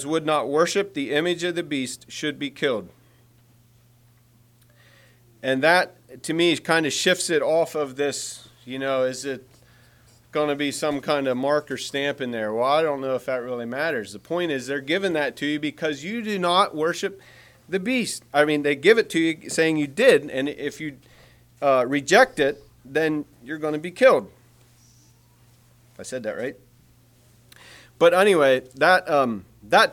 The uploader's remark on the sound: Message preached at Word Of Hope